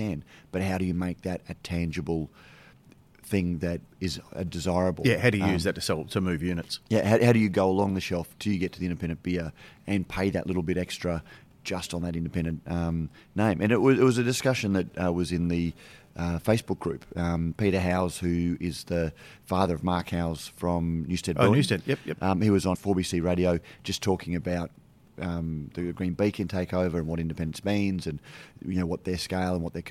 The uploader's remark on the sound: record live from BrewCon 2019 to discuss the news of the week